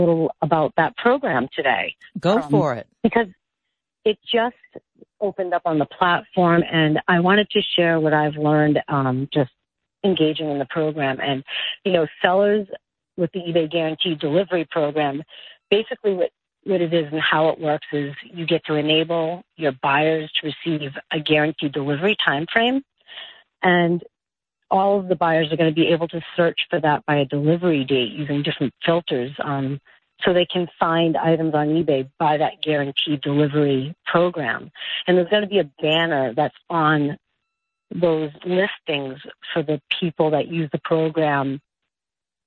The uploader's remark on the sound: Chicago IL. Called.